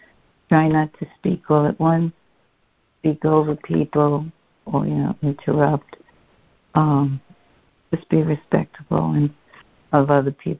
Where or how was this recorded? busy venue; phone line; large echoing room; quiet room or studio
phone line